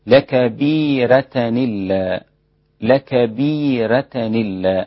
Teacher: والإبدال لكبيرة إلا، لكبيرة إلا، وحمزة له الوقف فيها بالنقل. ورش يزيد في النقل ترقيق الراء، لأن قبل الراء ياء مدية